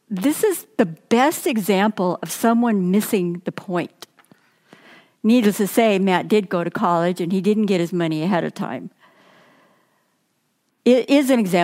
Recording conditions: large echoing room